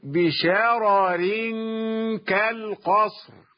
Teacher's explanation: وباقي القراء يقرؤون بشرر كالقصر، يفخمون الأولى المفتوحة، لأن القاعدة عندهم أن الراء المفتوحة والمضمومة مفخمتان، فهم يفخمون الراء الأولى في شرر، أما الراء الثانية فهي مكسورة، إذا وصلوا قالوا بشرر كالقصر، أما ورش فيرقق الراءين في الوصل فيقول بشرر كالقصر.